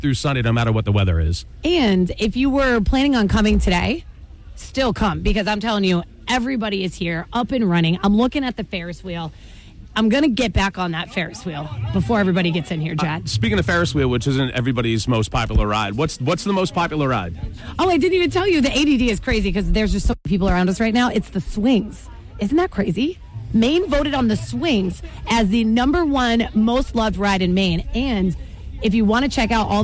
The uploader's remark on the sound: Live from the Fryeburg Fair!